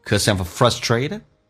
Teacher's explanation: 而且全部用降调来读，就形成了节奏